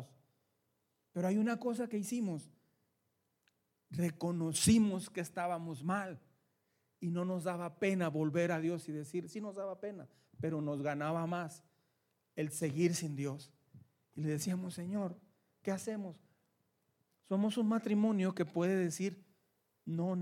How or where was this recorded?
large echoing room